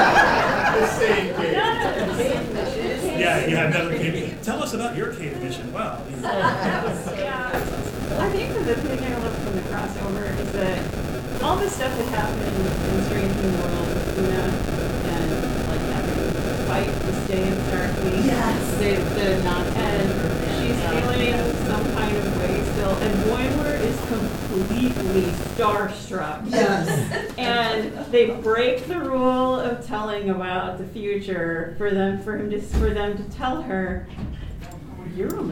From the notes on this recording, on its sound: TusCon 50 Panel. In this panel room was some bad static and a electronic hiss, sadly the Wifi and Cell signal was so poor there was no Streaming happening as well. Panel Room 1.